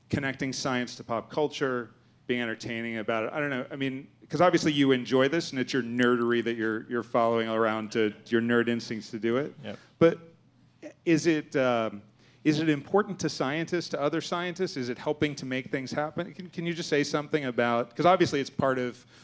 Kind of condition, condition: setting, busy venue